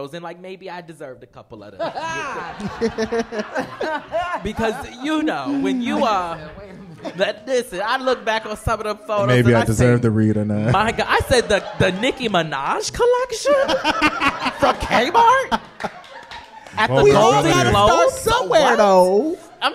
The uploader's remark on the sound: the inaugural "BFF Experience" live show